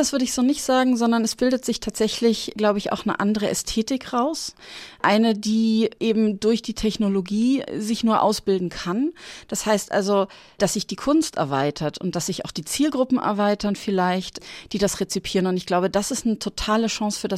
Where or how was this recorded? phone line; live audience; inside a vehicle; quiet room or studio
quiet room or studio